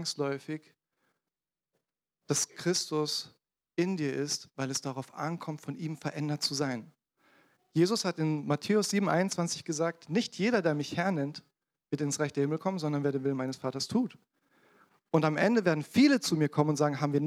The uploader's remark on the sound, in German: in der Gemeinde Kaleo Schopfheim aufgenommen.